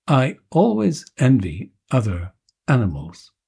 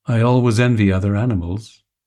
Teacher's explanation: you heard me use a glottal stop at the beginning of every word. · Shown in: first take